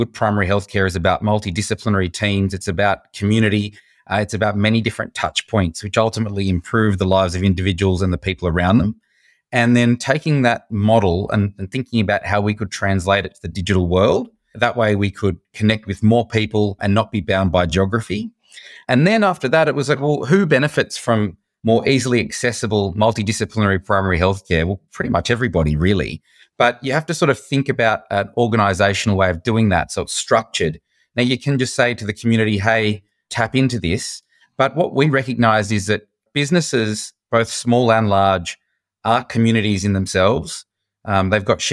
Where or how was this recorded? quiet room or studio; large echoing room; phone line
quiet room or studio